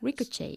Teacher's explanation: So we don't pronounce the T.